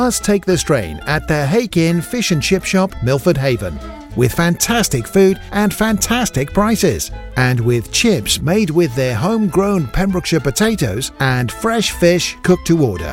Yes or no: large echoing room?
no